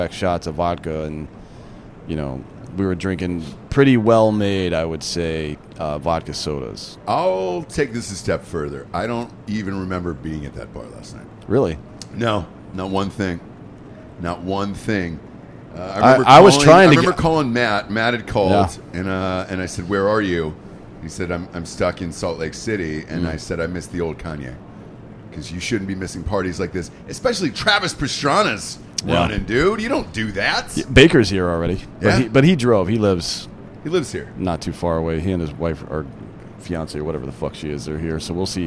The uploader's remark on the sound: Live From The Daytona 500